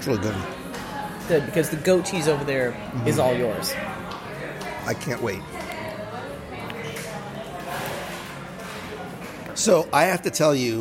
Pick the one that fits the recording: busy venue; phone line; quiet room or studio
busy venue